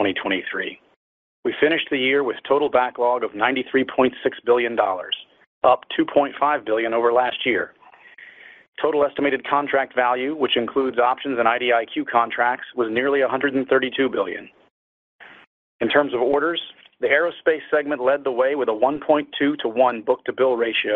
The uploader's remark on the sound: General Dynamics's Q4 2023 earnings call, unedited